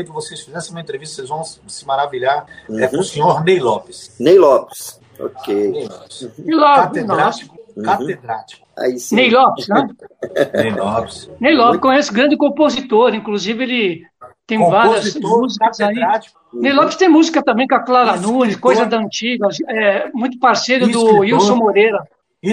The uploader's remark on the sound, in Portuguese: Gravada remotamente. Rádio Gazeta.